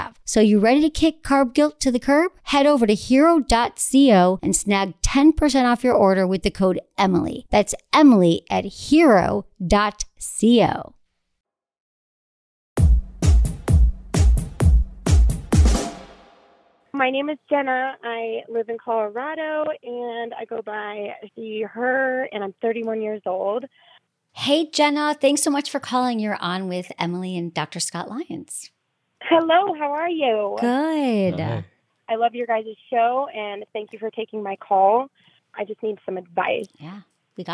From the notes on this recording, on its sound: Today I am bringing back LIVE Hotline Calls! You will hear the change in these callers’ voices as we help them in real-time.